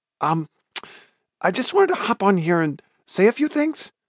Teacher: The way I'm talking now is the way some content creators speak on TikTok, and it's known as influencer speak or TikTok voice. It's a combination up talk, where you sound like a question, when it's not a question, and the other element is vocal fry.